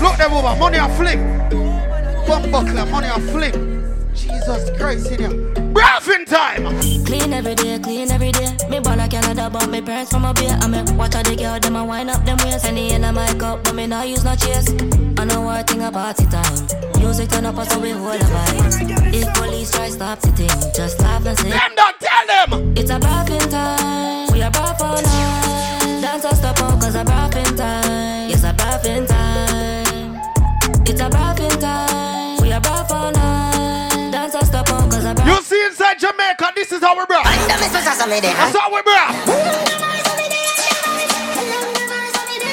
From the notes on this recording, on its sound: PRIVITE PARTY LIVE AUIDO